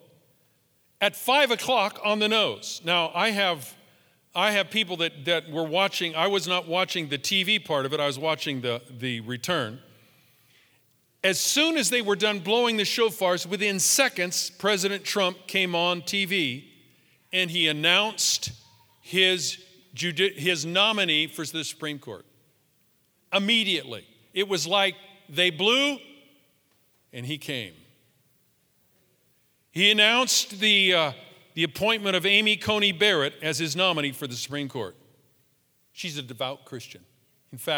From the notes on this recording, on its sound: Live from our in Person 11am Service on October 04, 2020.